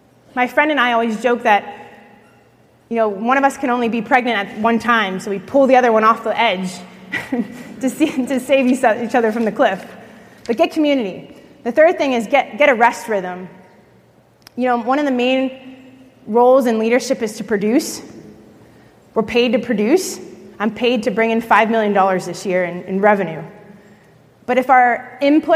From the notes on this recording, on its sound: At the L3 One Day Leadership Conference.